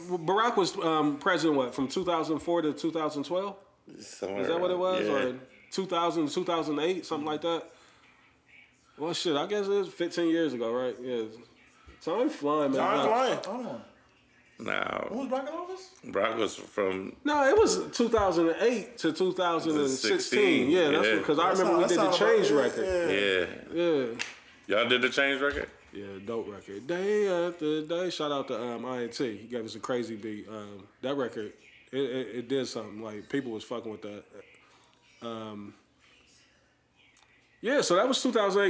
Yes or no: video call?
no